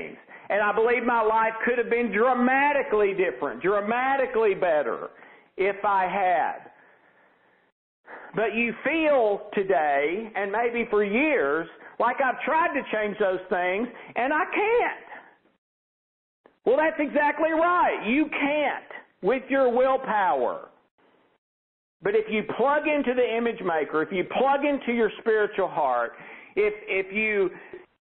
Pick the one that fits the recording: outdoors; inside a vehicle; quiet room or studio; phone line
phone line